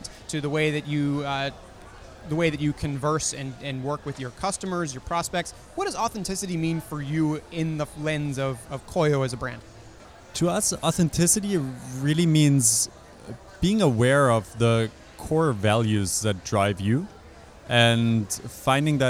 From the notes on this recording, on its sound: joins me live on the floor at New York Advertising Week